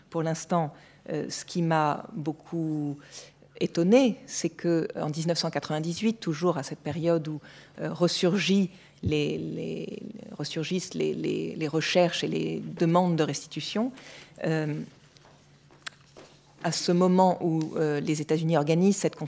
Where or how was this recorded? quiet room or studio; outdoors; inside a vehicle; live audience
live audience